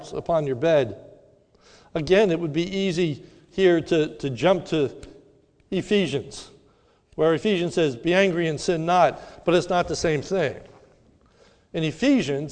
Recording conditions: large echoing room